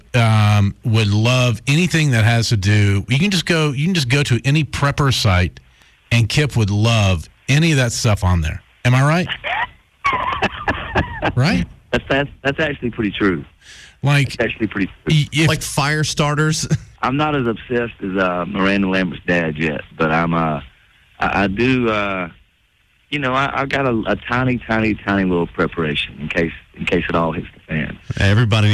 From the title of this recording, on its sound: On The Phone